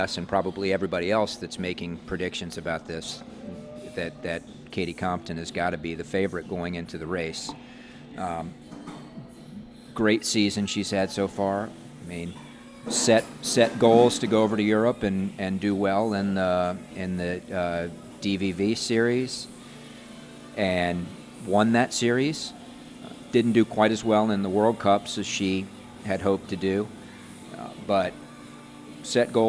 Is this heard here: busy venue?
yes